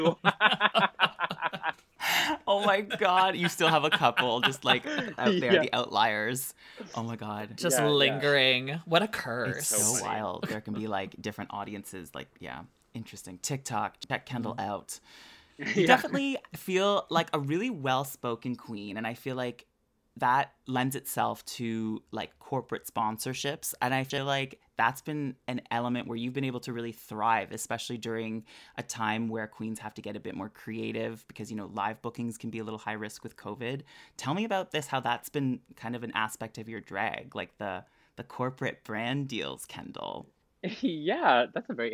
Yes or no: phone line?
no